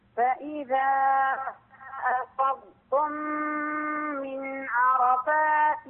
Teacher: بس فقط أنبهك على ترقيق التاء في أفضتم، الضاد عندك طلعت ممتازة وفيها الاستطالة المطلوبة وكل شيء تمام، لكن بقيت التاء مفخمة شوية، تأثرت في الضاد، ما هو أفضتم، لا، فإذا أفضتم من عرفات، يعني تخليص الحروف من بعضها، تخليص الضاد من التاء مهم جدا.